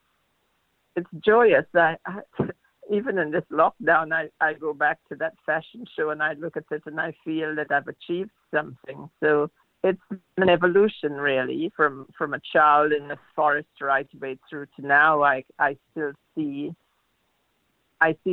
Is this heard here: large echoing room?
no